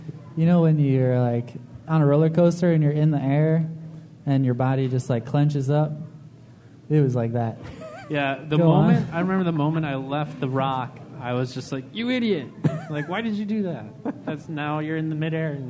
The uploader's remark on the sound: So, what better format than a live episode? This was recorded live at Epic Deli and the event raised over $500 for The Oasis in Grayslake!